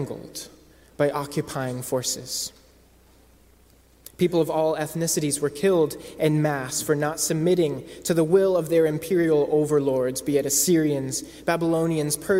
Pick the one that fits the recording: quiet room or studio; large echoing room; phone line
large echoing room